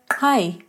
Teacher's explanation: With the alveolar click type, you have the word kai, meaning springbok.